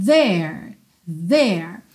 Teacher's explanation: esse TH do there é ele não é aquele como a gente tem em think, que escapa só ar. Ele tem vocalização, ok? A gente ativa pregas vocais ou cordas vocais quando a gente emite esse som, tá?